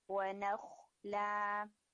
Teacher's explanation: खौ जो है वो हैवी हो और लाम बिल्कुल लाइट हो